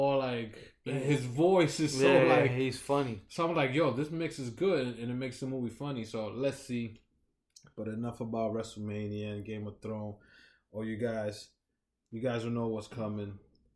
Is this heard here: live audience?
no